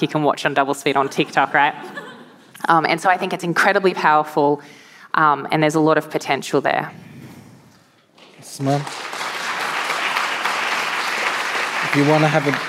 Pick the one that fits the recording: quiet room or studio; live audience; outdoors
live audience